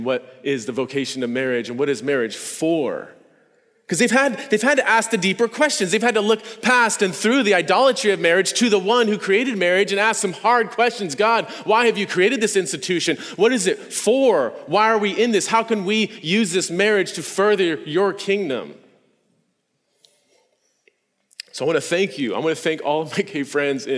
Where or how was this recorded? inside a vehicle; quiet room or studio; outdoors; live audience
live audience